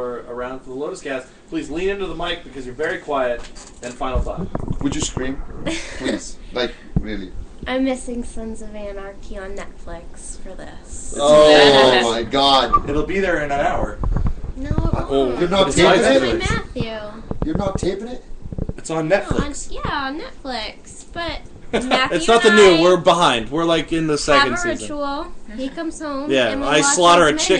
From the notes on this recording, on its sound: Tonight we are live from UFC 152.